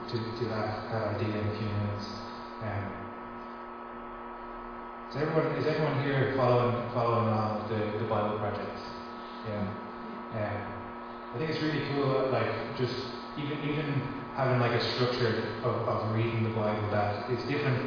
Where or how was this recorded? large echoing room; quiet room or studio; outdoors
large echoing room